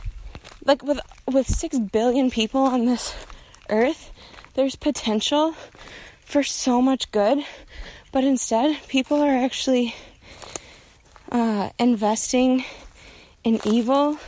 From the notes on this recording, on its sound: I decided to share a recording from a walk I took through the woods a couple months back